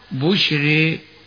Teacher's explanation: كذلك إذا وقعت الراء ساكنة ممالة كما نقول في بعض القراءات بشرى، ترقق الراء حال الإمالة